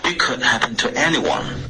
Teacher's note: Anyone 结尾的 N 你顶了舌尖，可是你顶舌尖前出了一点点微妙的后鼻音